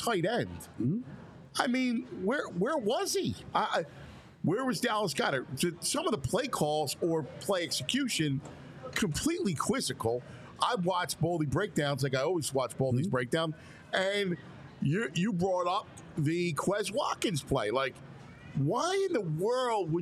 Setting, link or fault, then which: setting, busy venue